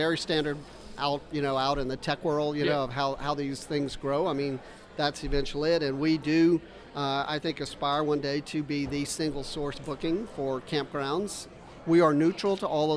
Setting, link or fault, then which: setting, busy venue